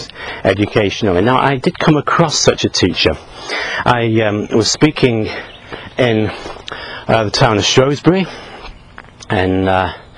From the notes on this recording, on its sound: while out walking his dog